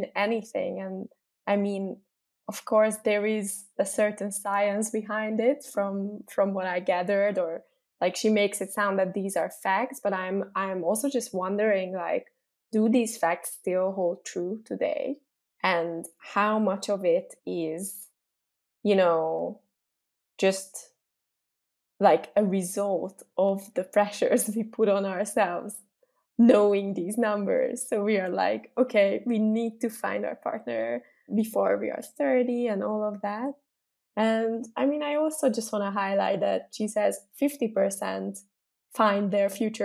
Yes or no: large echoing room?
no